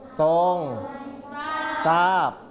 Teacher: คำควบกล้ำที่เป็นทรอเนี่ยที่เป็นคำควบกล้ำไม่แท้จะออกเสียงซอ